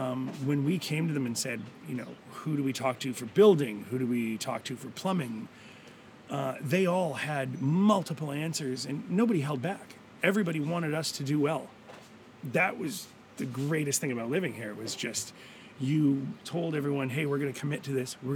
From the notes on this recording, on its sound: Gili Trawangan, Bali. The audio is a bit funny today, because we did the interview actually in the bar (complete with neat rum all round!).